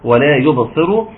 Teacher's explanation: قالت ان يبصر فيها باء مقلقله احد الحروف الخمسه اللي بتقلقل ولا يبصر وخد بالك ان الصاد مفخمه مش معنى انها مكسوره